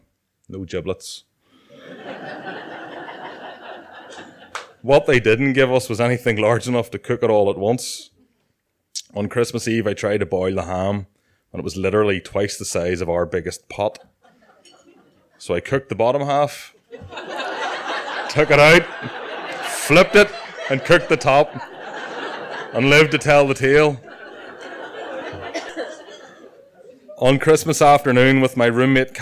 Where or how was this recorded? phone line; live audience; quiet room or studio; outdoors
live audience